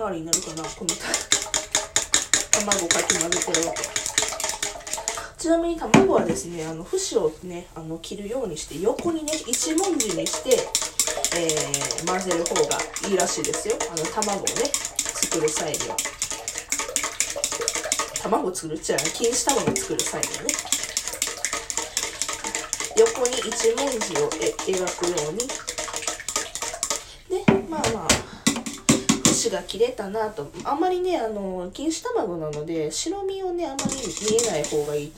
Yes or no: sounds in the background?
yes